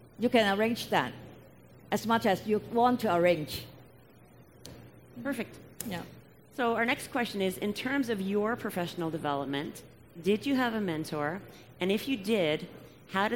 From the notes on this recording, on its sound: In this episode we feature the recording of a Learning Lounge from our recent Convention and Trade Show in Montréal.